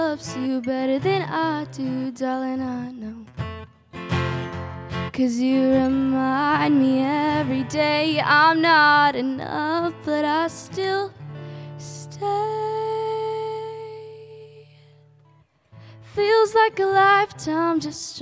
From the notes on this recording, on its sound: We visited the Midwest Music Fest here in Winona, MN for a live performance. LIVE from Winona, MN and the Midwest Music Fest.